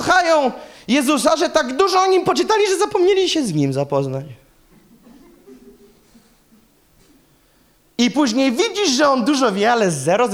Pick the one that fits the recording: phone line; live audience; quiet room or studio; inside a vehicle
live audience